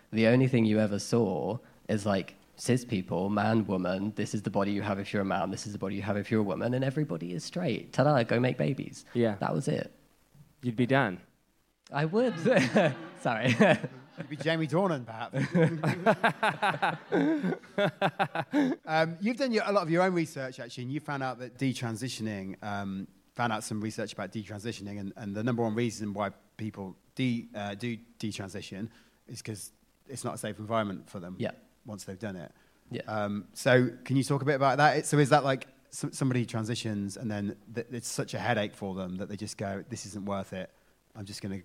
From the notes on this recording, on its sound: recorded live at Cheerful Earful Festival in November